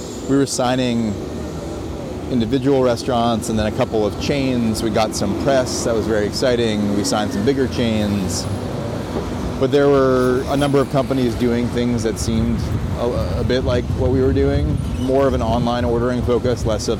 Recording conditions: outdoors